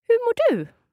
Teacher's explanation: I'm not sure about this because first time you said hur mår du, and then you seemed to drop those R's in there